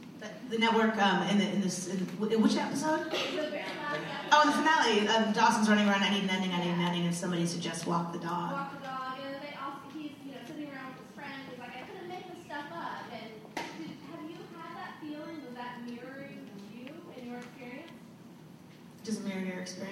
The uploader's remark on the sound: Recorded at ATX Television Fest in June 2015.